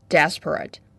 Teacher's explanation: The stress is on the first syllable